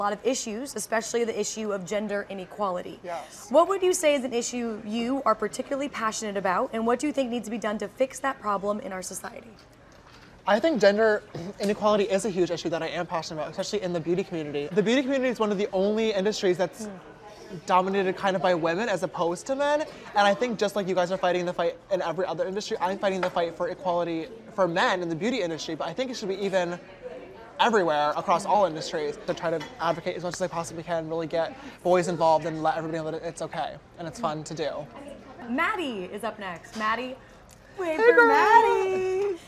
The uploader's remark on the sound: Q&A with fans at the Sugar Factory in New York